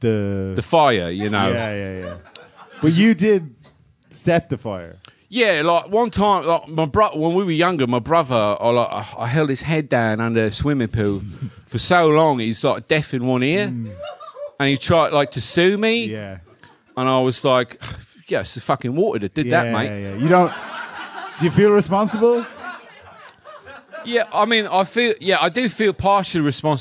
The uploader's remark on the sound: Live at The Tightrope